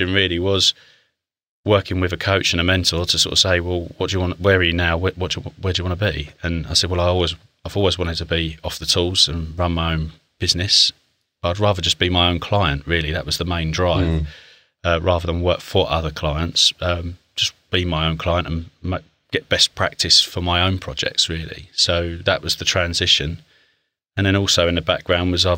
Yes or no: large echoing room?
no